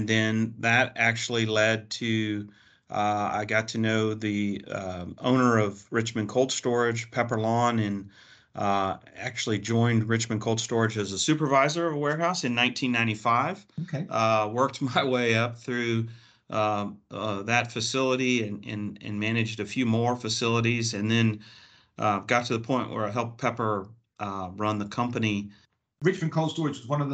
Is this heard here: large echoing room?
no